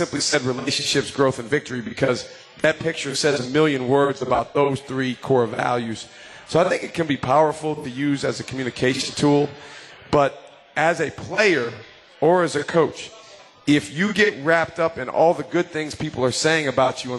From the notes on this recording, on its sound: LIVE from MOTOR Bar & Restaurant